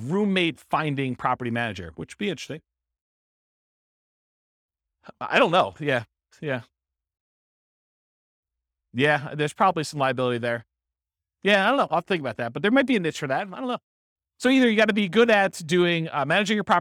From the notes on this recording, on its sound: This was a live class recorded.